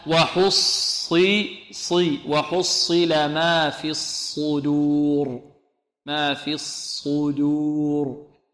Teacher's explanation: البعض يقول الصدور ضو ضو في الدال لأن جار الصاد، خطأ هذا، بل نفخم الصاد وننعم الدال ونخلصها من الصاد، نقول الصدو الصدو دو الصدور. والراء هنا ماذا؟ في الصدور مفخمة لأنها سكنت في الوقف وكان قبلها واو أو ضمة، وإذا وصلناها نوقفها لأنها مكسورة.